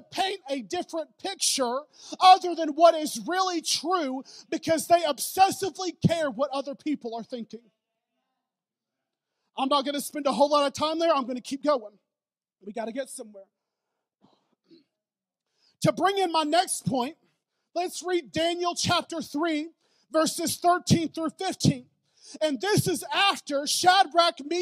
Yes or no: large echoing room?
yes